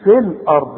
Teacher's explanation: نقول في الارض وكأن الياء غير موجودة، انما تثبت اذا وقفت عليها تقول ولكم في، انما ده مش وقت بس علشان تعرف امتى تقول الياء دي.